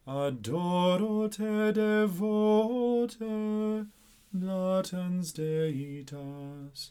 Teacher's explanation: One note about that first phrase is the accent is actually on adoro, so you might feel the need to place the accent on the first syllable, but it's actually on the second syllable.